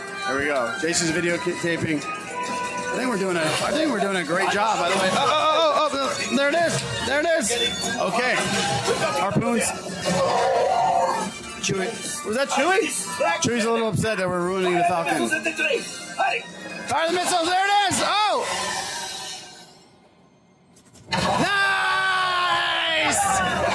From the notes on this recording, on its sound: Live from Galaxy's Edge. Live from Star Wars Galaxy's Edge.